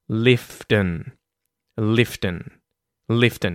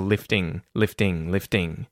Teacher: ends of words like lifting to just un, so like a schwa n sound · Shown in: first take · un, un, to do the heavy liften.